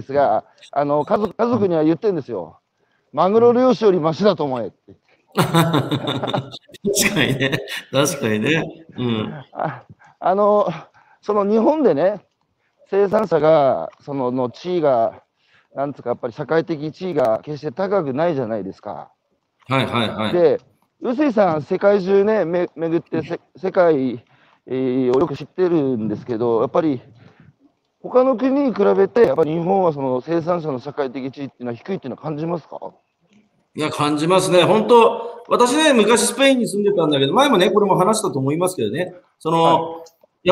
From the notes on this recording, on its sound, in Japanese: 歩きながら1時間、対談する